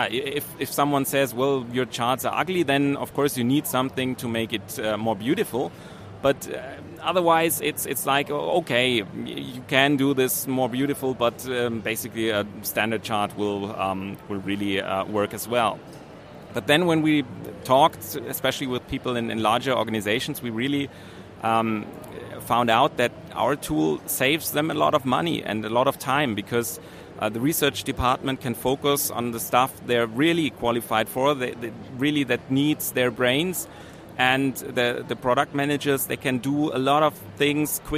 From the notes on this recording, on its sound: RoadTrip – Startuprad.io goes #SXSW. In our first season, we’ll feature startups at one of the coolest tech conferences in the world, the South by Southwest in Austin, Texas.